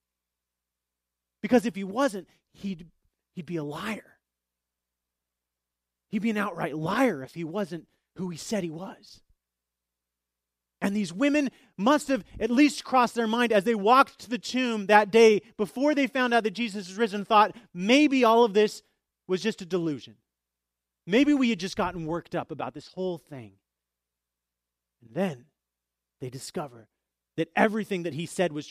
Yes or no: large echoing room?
yes